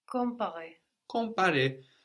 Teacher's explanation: So the M kind of gets swallowed into the nose with the vowel. You know, we think about it, but we don't get all the way there.